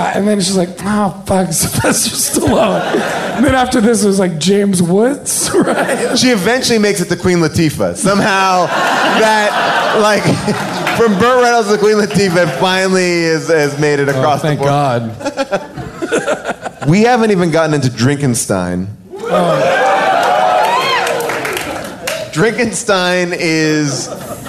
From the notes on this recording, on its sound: Recorded LIVE at Largo in Los Angeles